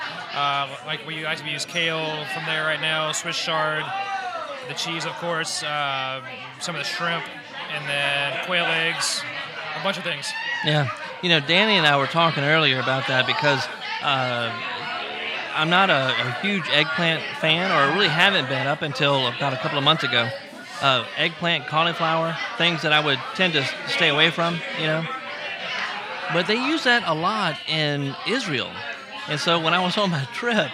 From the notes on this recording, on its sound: On-location at LOLA in Covington for the Vintner's Dinner, part of the A Taste of Covington event this weekend.